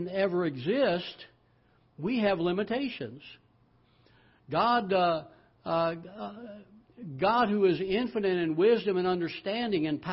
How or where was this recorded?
large echoing room